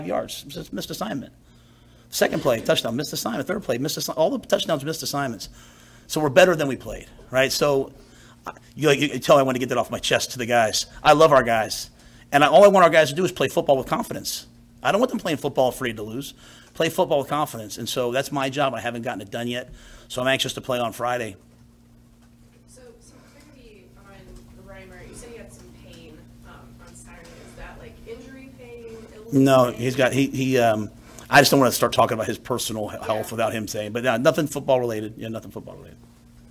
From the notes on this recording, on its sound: Monday press conference on 10/2/23